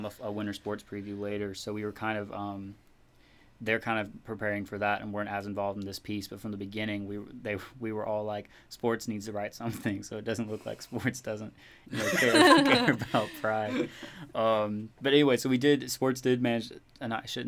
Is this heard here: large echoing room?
no